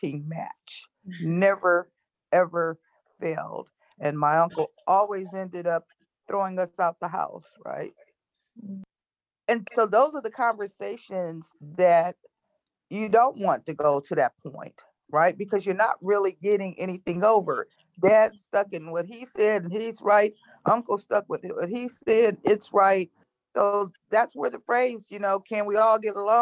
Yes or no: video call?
yes